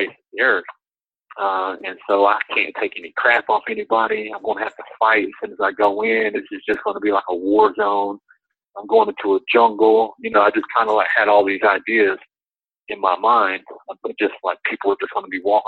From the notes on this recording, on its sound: Called in from the prison.